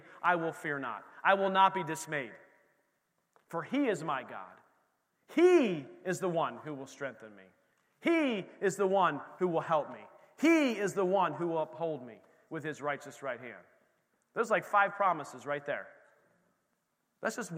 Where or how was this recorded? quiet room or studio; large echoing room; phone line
large echoing room